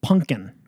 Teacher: you change the M to an N, pung, and then you get rid of the second P